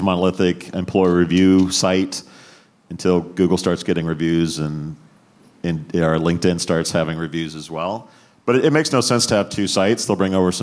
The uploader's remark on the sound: Live from New York, the boys recorded the weekly show at HireConf, HiringSolved’s conference.